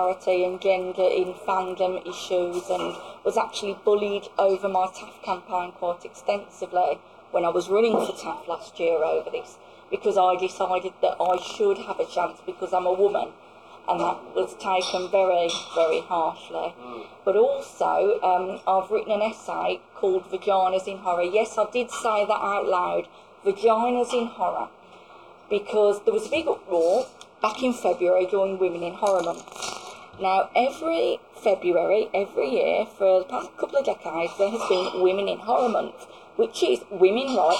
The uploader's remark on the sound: talking to us at the launch event for Her Dark Voice